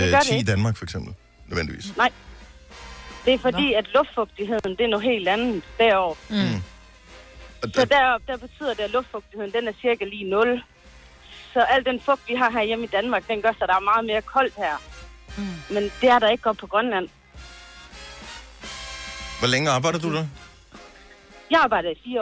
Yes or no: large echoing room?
no